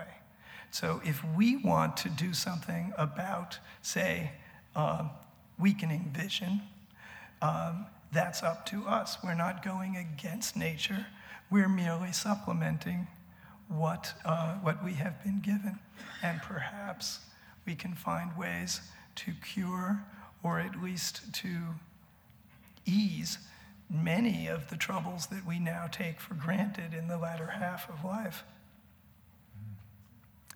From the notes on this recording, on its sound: It was recorded on February 10, 2011 in front of a live audience at New York's 92nd Street Y.